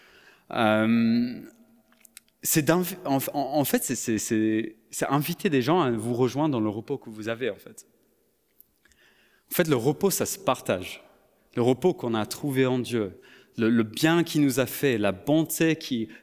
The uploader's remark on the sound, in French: Enregistré à l'église CVV, le 03/07/2022